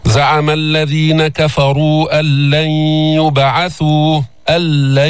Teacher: زعم الذين كفروا أن لن يبعثوا، إجانا إدغام كامل، إدغام محض بلا غنة، ذهبت الغنة لأنه هذا إدغام كامل، فدخلت النون في اللام